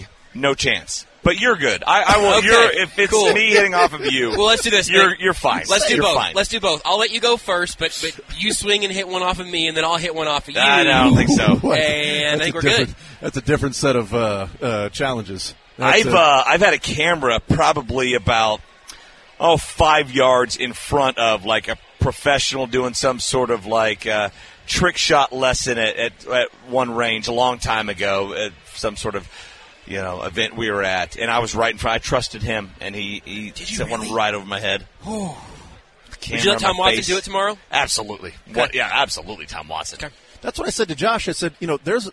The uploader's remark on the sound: The Zone continues live from the KC Golf Show at the Overland Park Convention Center